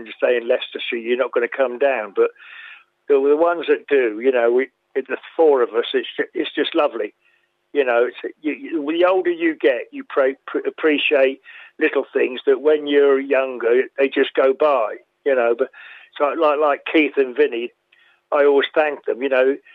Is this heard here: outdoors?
no